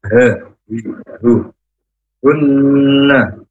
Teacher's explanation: huruf h makhrajnya dari tenggorokan yang paling bawah